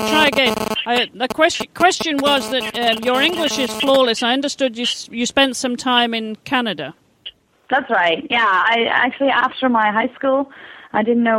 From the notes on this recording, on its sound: We apologize for the cyber gremlins interfering with the sound quality of this interview.